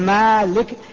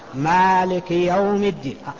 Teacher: لكن إذا يعني أنت لم تبالغ وكأنك تسكن، حصلت الكسرة بدون تكلف تلقائية، مالك يوم الدين، حصلت الكسرة والياء سلمت بدون شدة